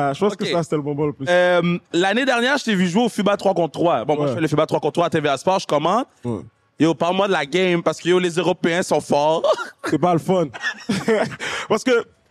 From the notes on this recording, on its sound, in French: Sans Restriction était live du Centre Vidéotron pour le Duel de la LECB!